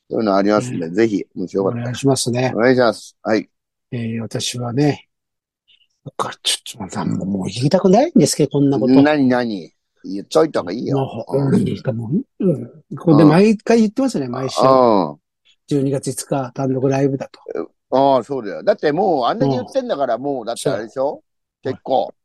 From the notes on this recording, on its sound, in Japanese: ZOOMで収録